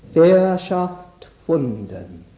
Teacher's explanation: The two strong stresses fall on the alliterating syllables fair, fund. The other two syllables receive less stress.